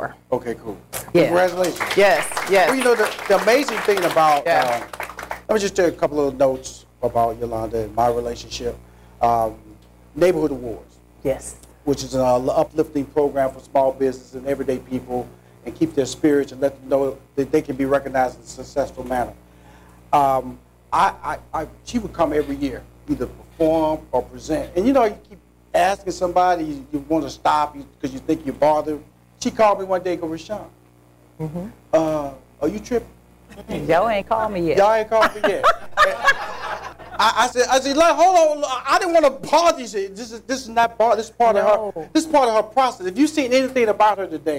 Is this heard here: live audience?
yes